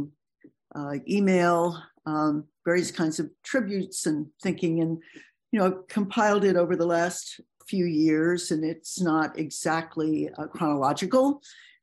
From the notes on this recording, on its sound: This event was originally broadcast via Zoom